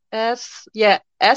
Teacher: S is just in the mouth, so it's unvoiced